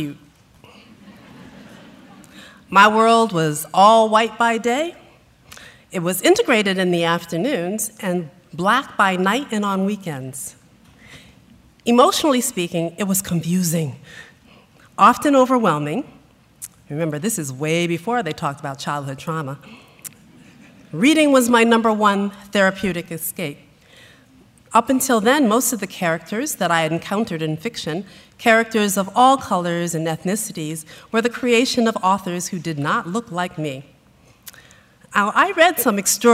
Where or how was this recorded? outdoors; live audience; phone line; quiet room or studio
live audience